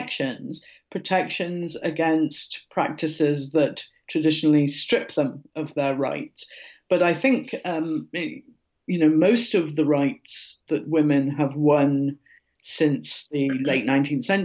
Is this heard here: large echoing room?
no